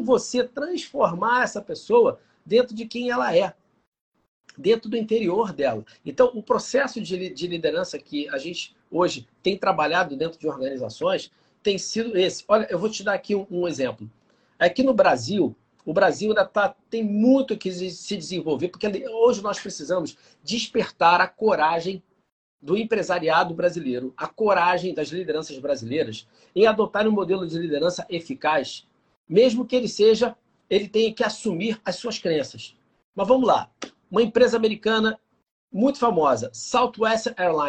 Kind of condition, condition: link, video call